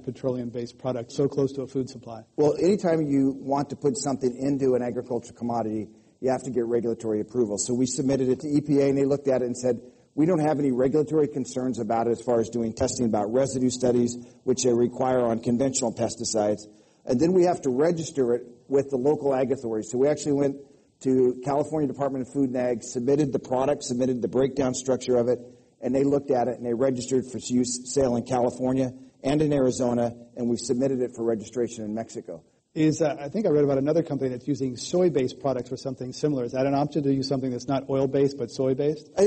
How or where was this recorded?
live audience